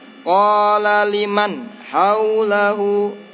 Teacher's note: Tapi man ya dikasih jarak, jangan dicekal karena nun mati bainiyah.